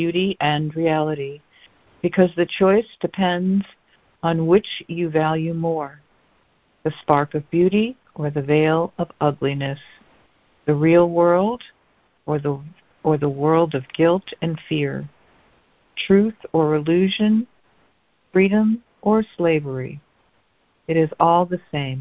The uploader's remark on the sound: ACIM Daily Conference Call